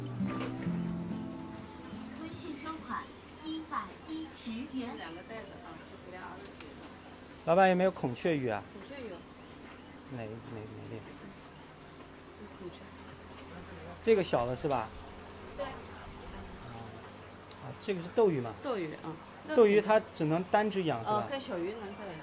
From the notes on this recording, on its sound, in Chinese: 花鸟市场。尝试到外面录制一期声音记录播客。从专业层面来说，这应该算是一次失败的录音。